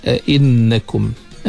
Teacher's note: نون yang bersyaddah, kita dengung di situ